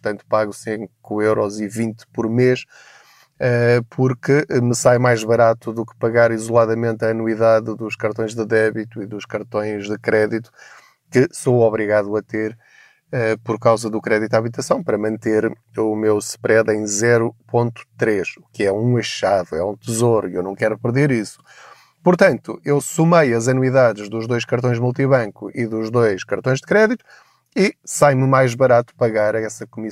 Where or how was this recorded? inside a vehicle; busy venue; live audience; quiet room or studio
inside a vehicle